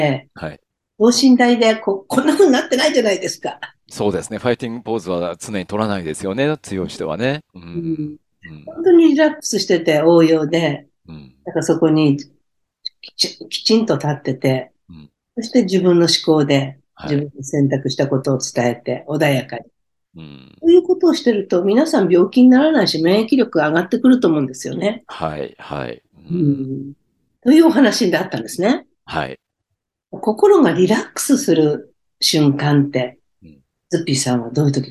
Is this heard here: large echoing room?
no